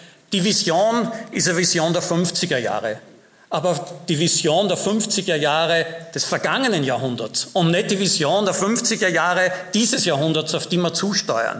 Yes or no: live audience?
yes